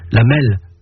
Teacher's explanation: Et puis, jusqu'au XVIIIe siècle, on roulait le R, ce qui le rend très proche d'un L.